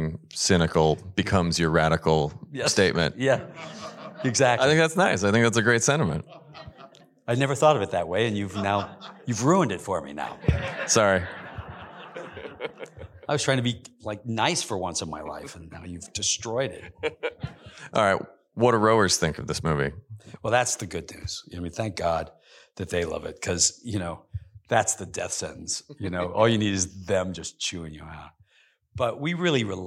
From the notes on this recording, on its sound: in a Q&A at the DGA theater in Los Angeles